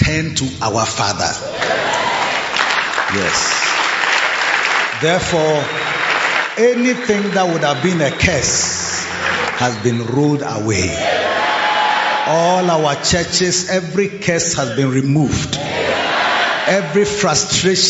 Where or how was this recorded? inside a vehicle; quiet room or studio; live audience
live audience